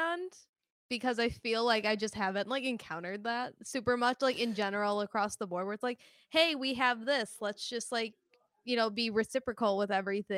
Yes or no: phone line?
no